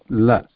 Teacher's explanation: La is pronounced by pressing the tongue behind the front teeth, top teeth